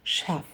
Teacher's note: шеф-повар, шеф, читается не через звук ч. Прям обратите внимание, там в начале звук ш